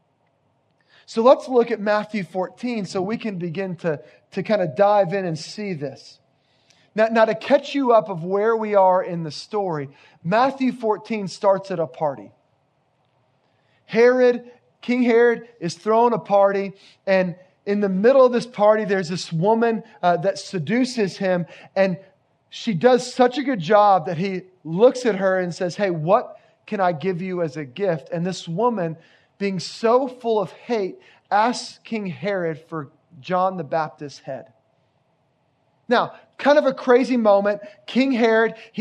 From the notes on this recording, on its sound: Location: Grace Bible Church Creekside